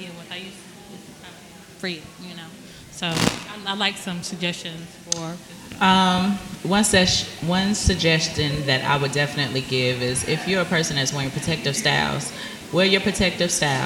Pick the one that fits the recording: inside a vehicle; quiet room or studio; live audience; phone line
live audience